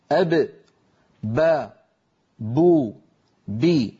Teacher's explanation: انظروا إلى اللوحة التي تبين مخرج الباء، فالباء تخرج من الشفتين أب با بو بي بانطباق الشفتين على بعضهما